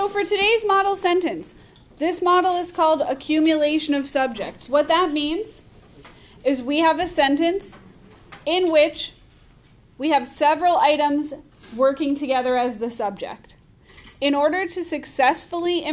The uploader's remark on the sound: A recording from class on October 17, 2019